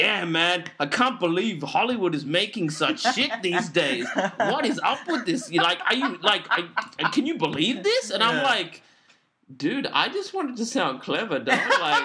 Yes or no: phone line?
no